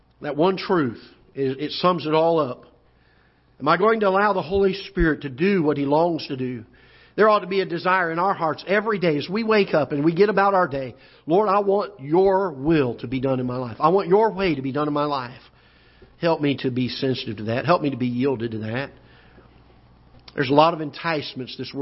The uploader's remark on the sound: Ketha Heights Baptist Church ~ Live Broadcast